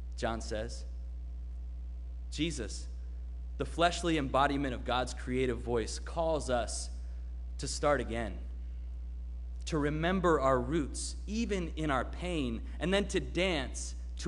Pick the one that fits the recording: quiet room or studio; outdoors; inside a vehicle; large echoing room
large echoing room